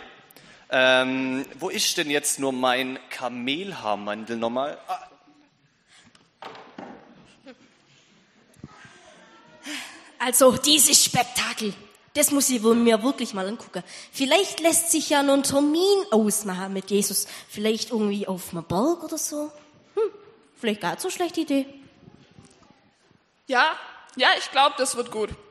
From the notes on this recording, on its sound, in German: Anspiel und Predigt im Gottesdienst an Heiligabend